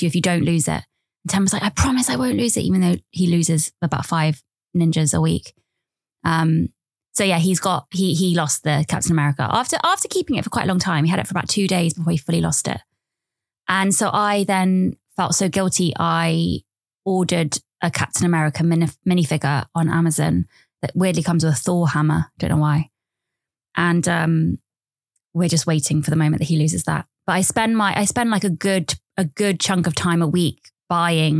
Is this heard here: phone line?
no